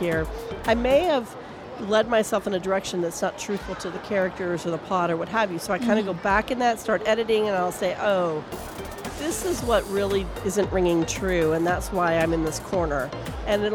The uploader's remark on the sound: Live from SIBF 2023